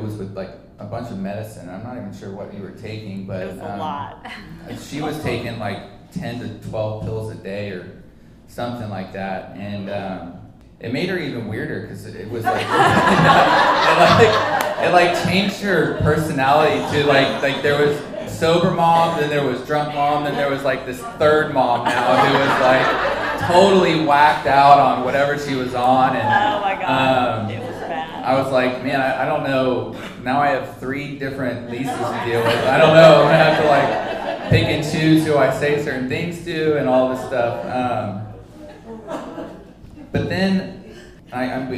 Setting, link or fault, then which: setting, busy venue